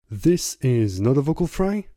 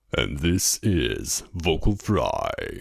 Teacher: Es ist eine bestimmte Art, die Stimmlippen schwingen zu lassen. Langsam, locker und mit sehr geringer Tonhöhe. · Shown in: second take